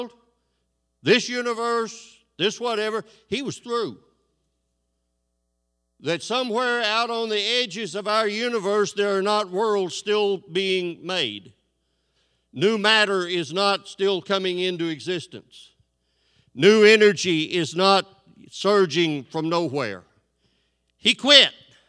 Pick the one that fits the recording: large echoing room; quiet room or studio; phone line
large echoing room